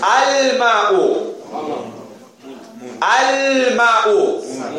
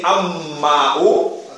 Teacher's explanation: We're not saying Am-Ma'u. We say Al. We're pronouncing the lam. · Shown in: first take